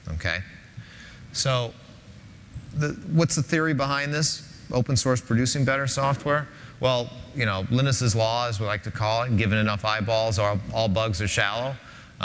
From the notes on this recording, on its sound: Linuxtag10. In this keynote presentation.